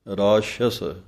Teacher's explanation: ਰਾਸ਼ਸ ਪਾਠ ਬੋਲਣਾ ਹੈ ਰਾਰੇ ਕੰਨਾ ਸ਼ਸ਼ਾ ਅਤੇ ਸੱਸਾ ਹੈ ਰਾਸ਼ਸ ਇੱਕ ਵਾਰੀ ਸ਼ਸ਼ੇ ਦੀ ਆਵਾਜ਼ ਦੇਣੀ ਹੈ ਦੂਸਰੀ ਵਾਰੀ ਸੱਸੇ ਦੀ ਦੇਣੀ ਹੈ